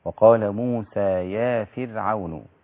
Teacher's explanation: حاول ترقق الراء في قوله يا فرعون